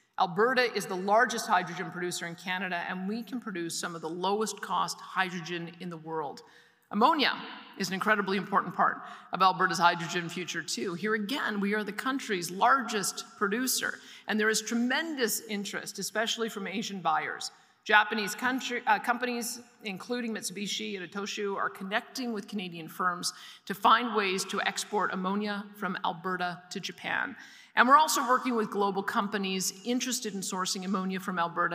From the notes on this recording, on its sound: delivered a keynote address at the Industrial Heartland Association Annual Conference in Edmonton